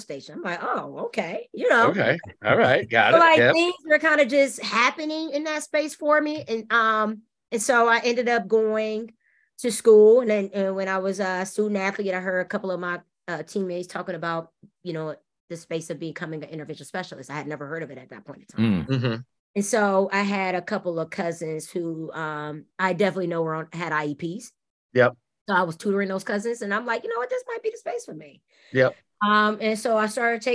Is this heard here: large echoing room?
no